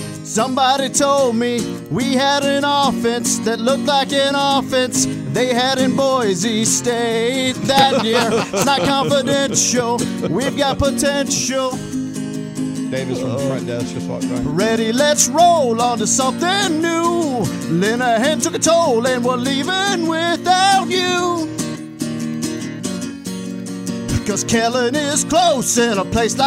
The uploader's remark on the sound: went outside for another sports campfire